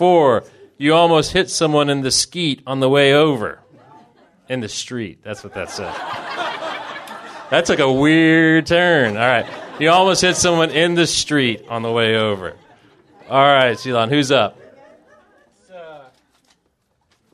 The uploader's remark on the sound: Grand Slam 2017 part 1 recording at Amurica in Memphis. TN!